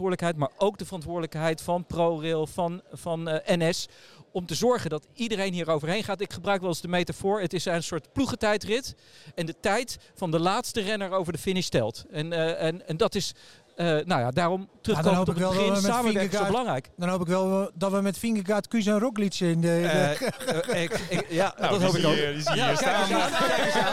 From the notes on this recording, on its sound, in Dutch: De derde aflevering van de ProRail-podcast komt uit het Spoorwegmuseum in Utrecht. Tijdens het ERTMS-symposium “IT’s happening” op 26 september 2023.